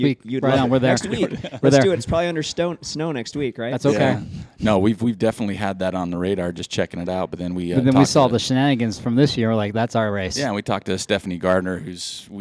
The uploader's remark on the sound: We once again found ourselves walking the hallowed halls of AmerSport in Ogden, Utah.